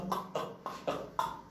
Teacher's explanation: المخرج الأول هو الحلق الذي يخرج منه حرف القاف